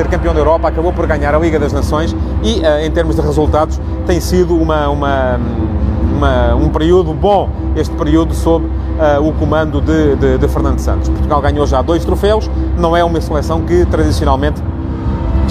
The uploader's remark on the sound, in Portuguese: Em Kiev à espera do jogo. O Futebol de Verdade de hoje ia ser feito em direto do relvado do Estádio Olímpico de Kiev, mas o barulho dos ensaios lá dentro fez-me procurar refúgio no túnel.